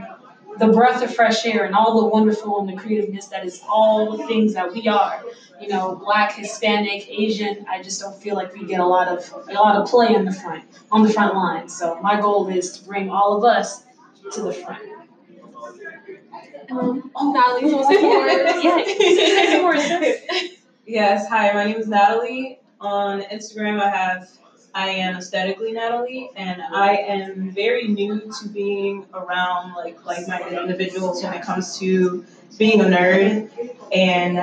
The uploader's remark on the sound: panel at UCF’s Day of Cosplay